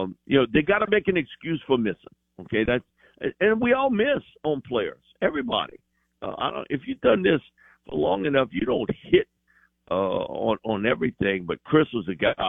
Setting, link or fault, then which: link, phone line